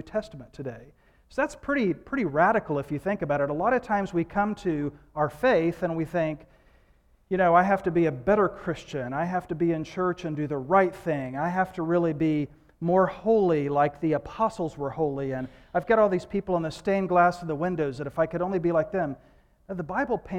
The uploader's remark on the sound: Recorded live at Saar Fellowship.